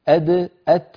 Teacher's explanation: لكن الدال والتاء من المخرج نفسه · Term: حرفان متجانسان